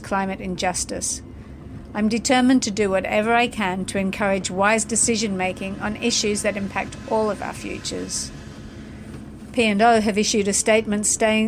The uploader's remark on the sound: aboard the very vessel her story takes place, The Aurora Australis